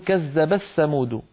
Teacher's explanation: فتدغم التاء في الثاء وهو أسهل